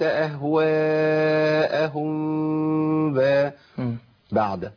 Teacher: بنعمل عملية تماس الشفتين فرجة بسيطة أوي تسمح بمرور الهواء فقط · Term: إخفاء الميم في الباء